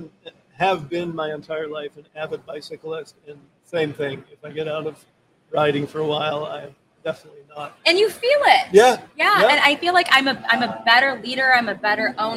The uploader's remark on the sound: Recorded live from the floor of the Motion + Power Technology Expo at Huntington Place in downtown Detroit.